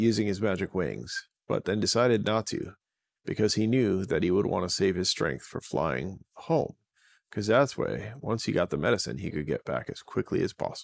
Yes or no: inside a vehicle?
no